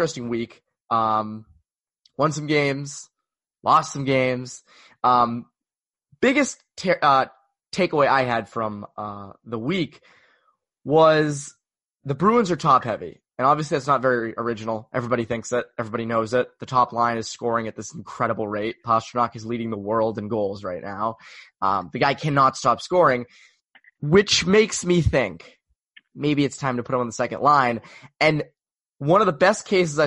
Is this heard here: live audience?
no